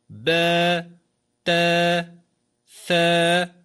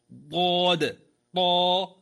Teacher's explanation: فبا الصوت ضعيف نحيف، تا ولا يمتلئ الفم بالصوت · Shown in: first take · Term: الترقيق